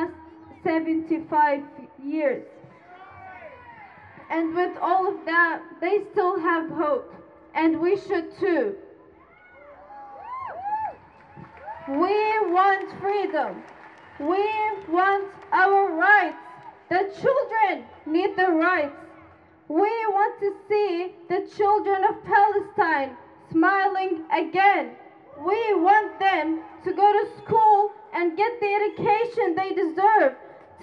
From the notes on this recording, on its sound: noises and speeches from various Free Palestine rallies held over the last three weeks in Melbourne